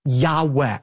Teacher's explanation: most Semitic scholars believe is pronounced a breathy Yahweh